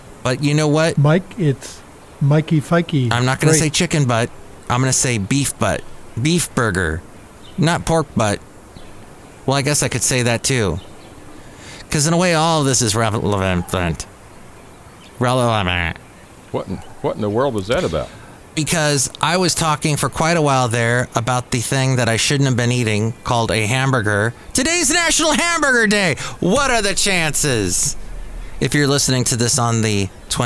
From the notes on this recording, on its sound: podcasts live from Café Anyway